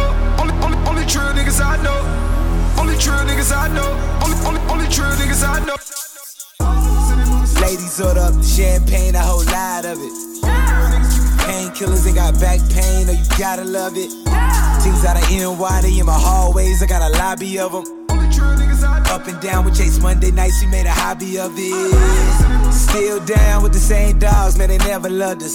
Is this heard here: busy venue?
yes